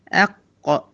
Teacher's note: حتة طرية اللي هي اسمها الحنك اللحمي او الرخو او منطقة الطبق اللي هي بتاعت مخرج القاف